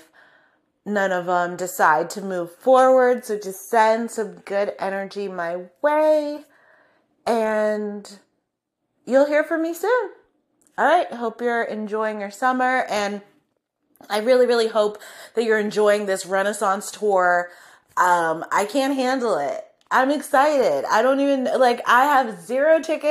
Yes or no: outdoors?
no